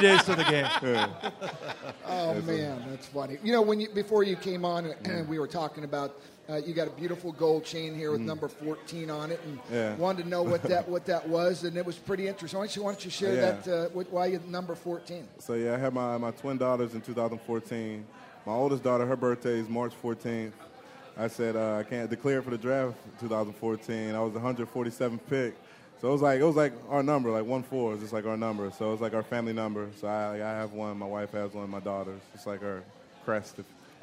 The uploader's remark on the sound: Live at Pearl Bar and Dining.